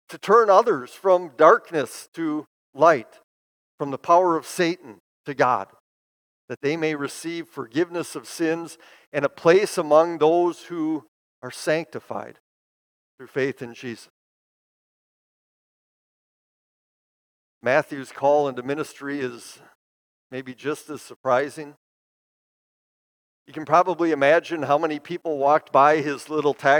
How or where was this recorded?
large echoing room